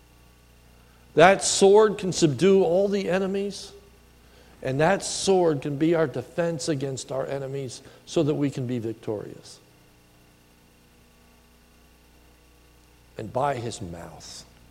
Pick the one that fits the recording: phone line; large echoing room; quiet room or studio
large echoing room